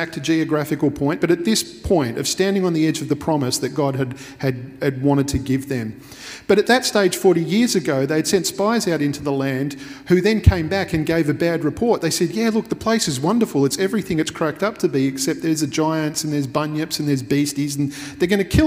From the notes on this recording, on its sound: Recorded at Restore Church on the 27th of June 2021.